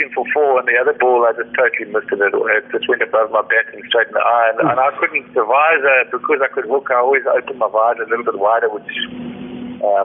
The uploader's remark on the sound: the interview took place via a phone call